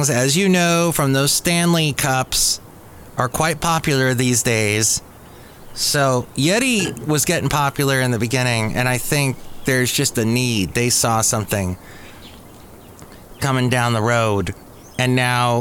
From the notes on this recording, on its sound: podcasts live from Café Anyway